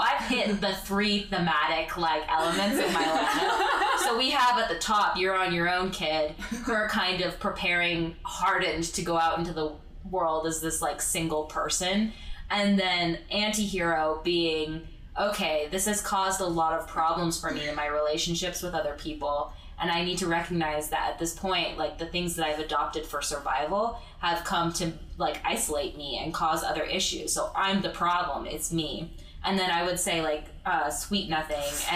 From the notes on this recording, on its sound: Note our recording setup was different than usual, so the episode will sound more echo-y and loud than we would like. Especially watch out for our first three or four draft picks, because we get especially loud then.